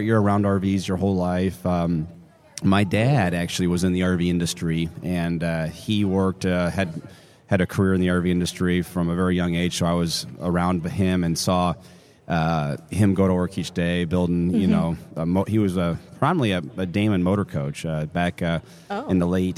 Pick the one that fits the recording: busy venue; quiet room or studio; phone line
busy venue